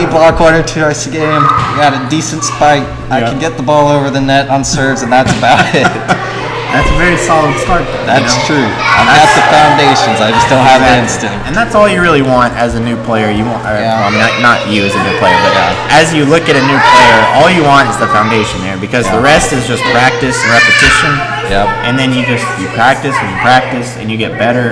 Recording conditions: background noise